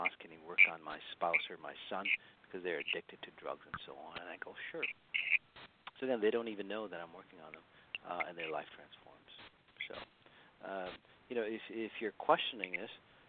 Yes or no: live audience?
no